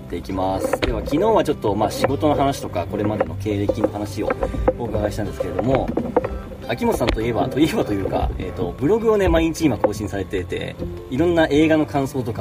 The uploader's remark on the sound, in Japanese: 西湖でカヌーに乗りながらの屋外収録シリーズ